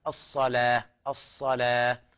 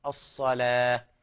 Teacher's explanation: في رواية حفص ومن وافقه من القراء هنا ترقيق اللام